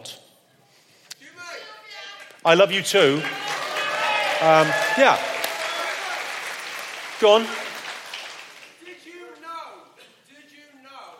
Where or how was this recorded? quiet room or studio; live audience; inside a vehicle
live audience